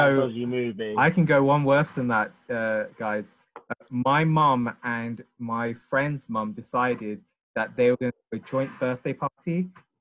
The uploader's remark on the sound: jump onto Zoom for a long overdue catchup